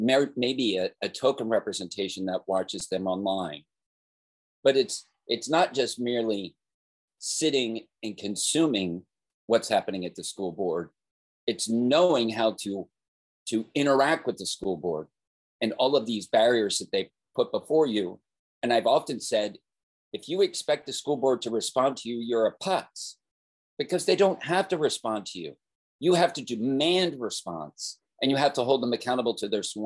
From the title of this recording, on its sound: Zoom rant being shared here.